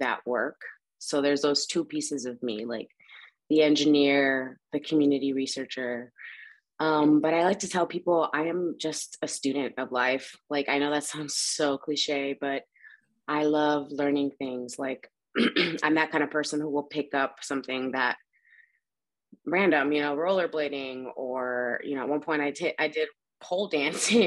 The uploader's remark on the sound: In Raleigh, NC & Ensenada, MX on Zoom.